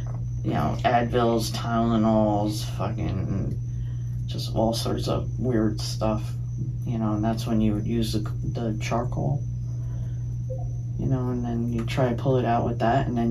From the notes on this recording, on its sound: A Tub Of Hot Water In Cape May. This one is a little funky, you’re gonna hear some wacky stuff here, like a lot of gurgling noises.